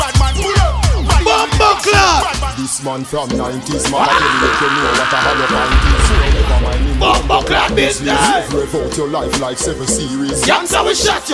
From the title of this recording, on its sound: Fayah Sundays Live Audio